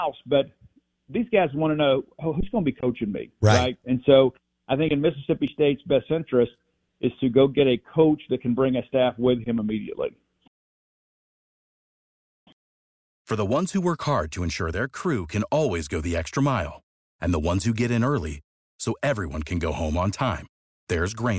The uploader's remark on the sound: Joins the show on the Farm Bureau guest line talking about the biggest stories with Mississippi State live in the BankPlus Studio.